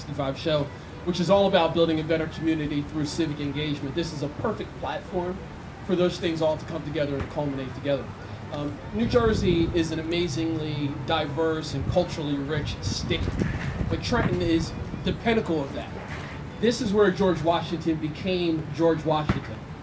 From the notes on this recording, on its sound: Recording of the 2017 Levitt Amp Trenton Summer Concert Series Press Conference in Mill Hill Park.